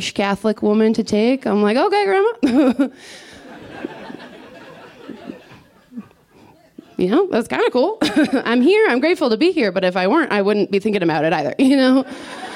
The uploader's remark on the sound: This story was recorded live at Buntport Theater